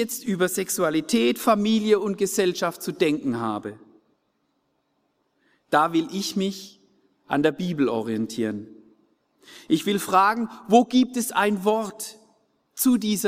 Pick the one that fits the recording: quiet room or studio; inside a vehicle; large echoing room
large echoing room